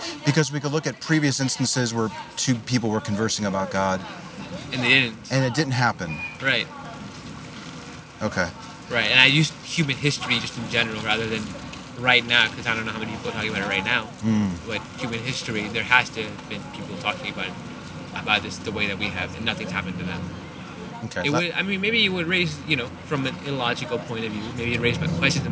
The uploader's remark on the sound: Location: San Antonio, Texas. Recorded w/Go-Pro.